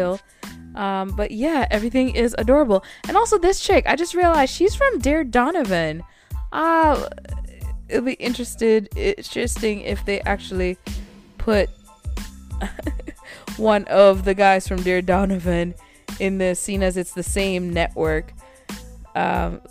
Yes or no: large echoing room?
no